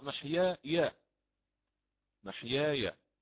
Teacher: وله كذلك الإمام ورش أن يقرأ هذه الياء بالفتح